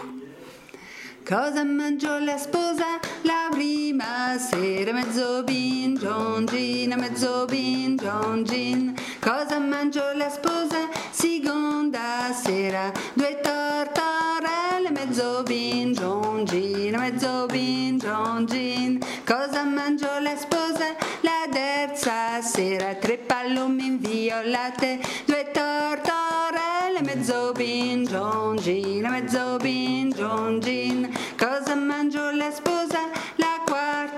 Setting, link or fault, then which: setting, busy venue